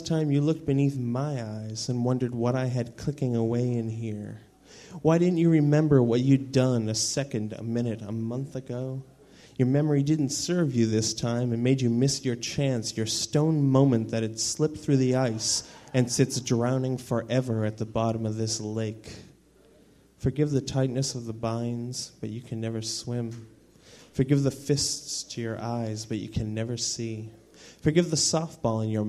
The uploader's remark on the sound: live at the Inferno, Madison, Wisconsin, March 2000